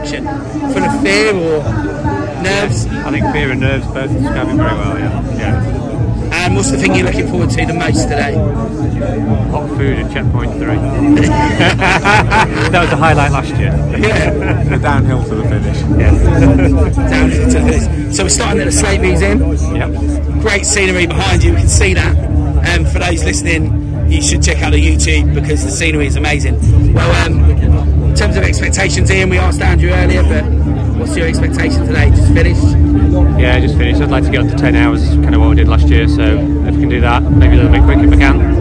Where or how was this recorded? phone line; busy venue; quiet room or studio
busy venue